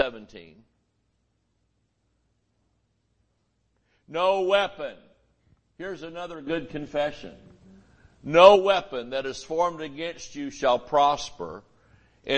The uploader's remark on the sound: Sunday Morning Service